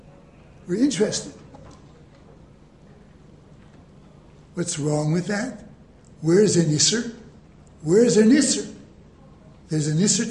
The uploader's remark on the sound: Delivered in the Glueck Beis Medrish